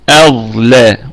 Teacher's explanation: والظاء في ثاني درجات التفخيم لأنها ساكنة وقبلها مفتوح